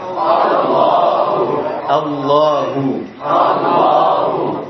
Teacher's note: Karena sifat lam pada lafzu jalalah dibaca tebal, dibaca tafkhim, sedangkan a-nya tadi terpengaruh.